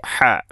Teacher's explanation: ഹ തൊണ്ടയുടെ മധ്യഭാഗമാണ് ഹ ഇൻ്റെ മഖ്റജ്